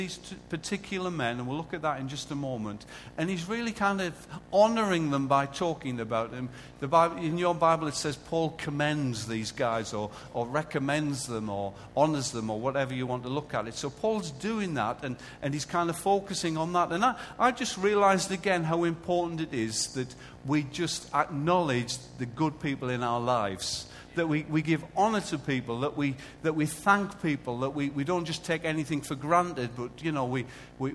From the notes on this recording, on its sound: Recorded live at Life Church